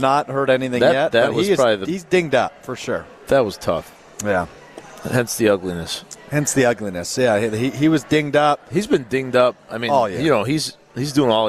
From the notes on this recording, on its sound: live from The Great Dane Pub and Brewery in Fitchburg